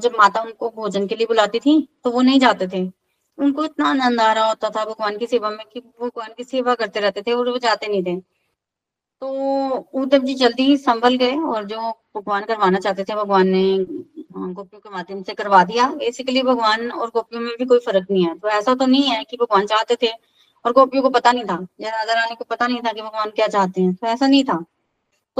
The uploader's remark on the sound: This is the live recording of online Bhagavatam satsang. From Chamba attended by around 88 Golokians.